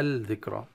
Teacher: الذكرى، اللام مدغمة في الذال، يصلها الذكرى. ذكرى تفخيم الراء مع الألف التي بعدها، والكاف ساكنة، فبعض البعض يخطأ في الكاف، يقرأ الذكرى، ذكرى ب يعني نبرة في الكاف أشبه بقلقلة.